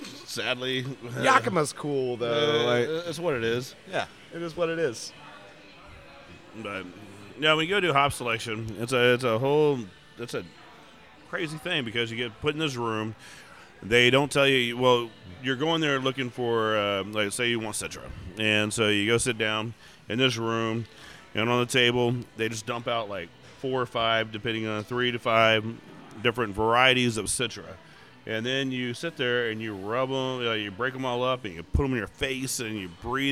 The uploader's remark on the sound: This week we stop by Urban South HTX